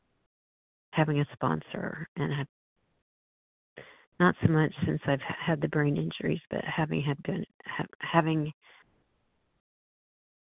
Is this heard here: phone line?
yes